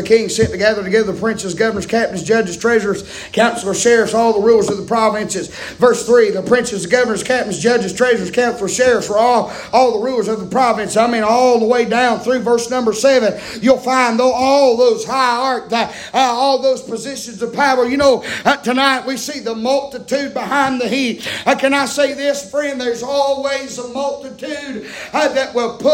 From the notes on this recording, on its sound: preaching live from Still Water Baptist Church on 7/26/23 Wednesday pm